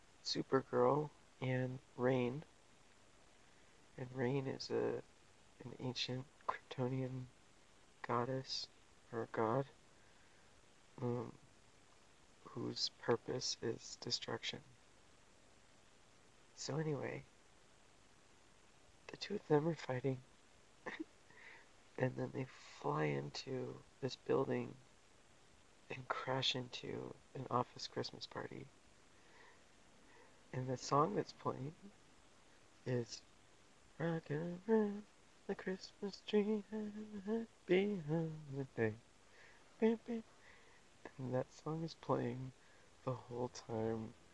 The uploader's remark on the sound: I recorded this in my car, in the dark, car-tent in full swing. Uploading this from Utah!